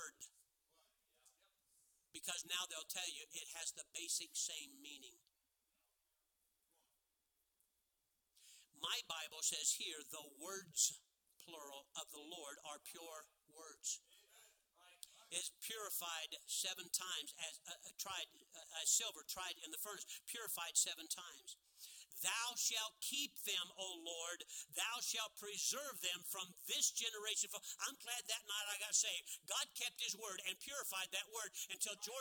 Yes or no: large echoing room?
yes